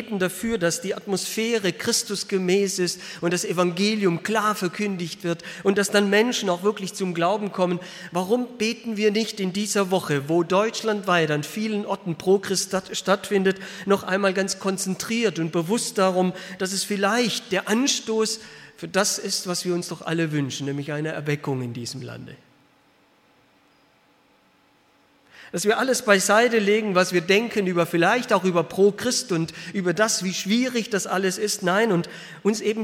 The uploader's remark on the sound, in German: Aus dem Gottesdienst der Liebenzeller Mission.